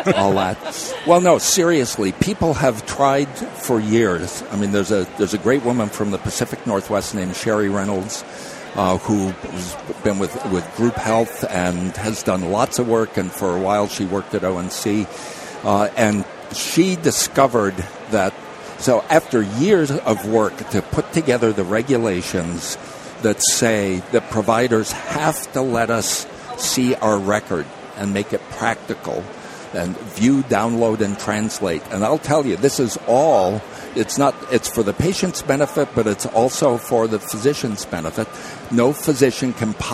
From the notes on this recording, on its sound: The episodes were broadcast live in CTGHS’s booth at the The HIMSS15 Annual Conference and Exhibition. Live from the HIMSS 15 Exhibition floor in Chicago.